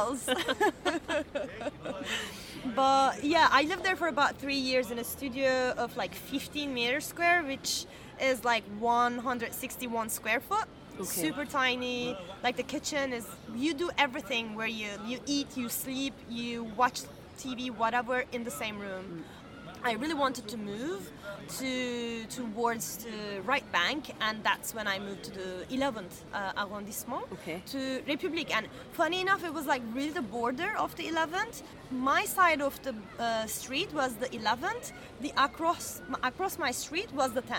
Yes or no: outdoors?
yes